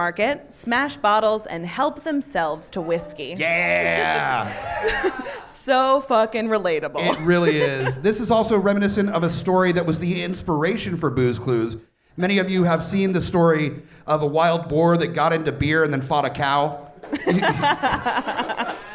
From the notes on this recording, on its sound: Recorded live on 1/12/20 at The Dark Room in Richmond, Va.